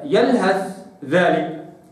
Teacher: الرواية أتت بإدغام الثاء في الذال